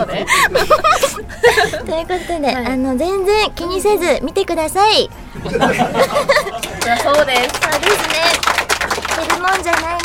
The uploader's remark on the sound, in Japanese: 番組初となる公開収録です